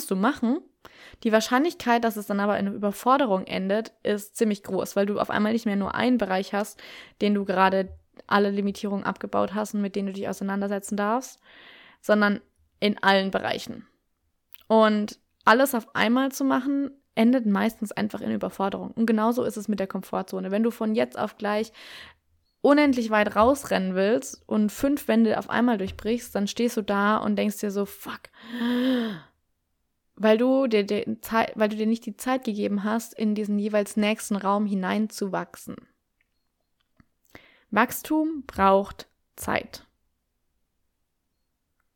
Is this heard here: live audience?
no